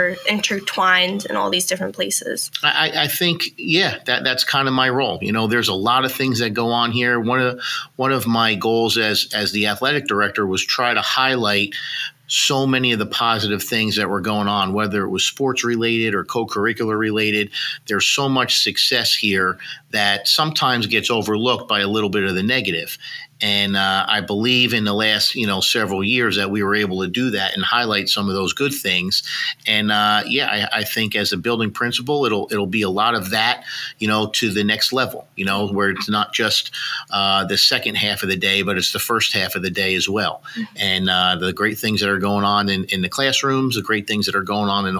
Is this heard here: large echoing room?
no